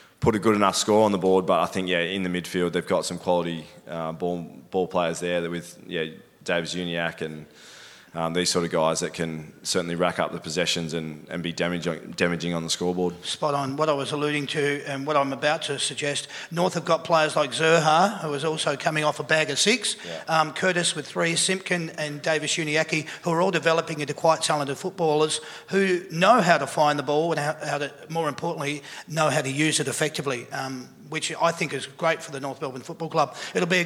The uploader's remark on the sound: That's Good for Footy panel show LIVE from the Mulgrave Country Club. That's Good for Footy is a LIVE & interactive footy panel show for all the family.